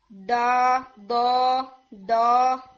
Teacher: سب سے پہلے تو یہ کہ بود کی ساؤنڈ کے اندر ٹپ آف ٹنگ انوالو ہوتی ہے، ٹھیک ہے، یعنی ٹپ سے اس کو بولا جاتا ہے بالکل دال کی طرح ہیوی کر کے